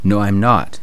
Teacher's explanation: The intonation goes down.